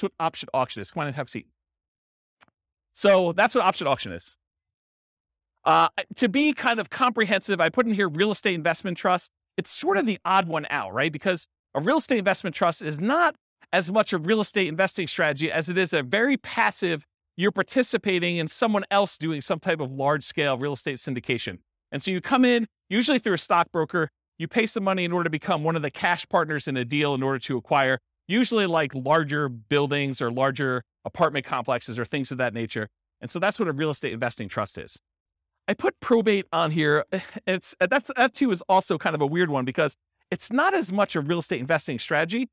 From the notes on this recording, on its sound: This was a live class recorded